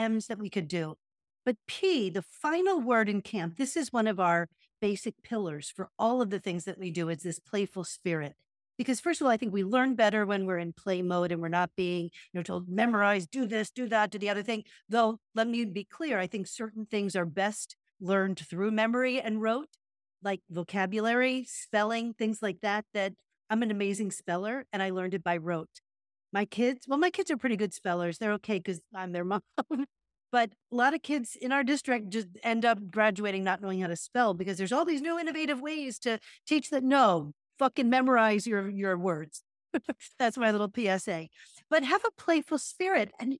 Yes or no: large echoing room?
no